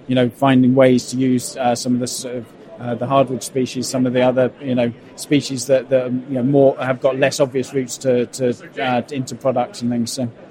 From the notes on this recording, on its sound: Two conversations recorded at Futurebuild 2022.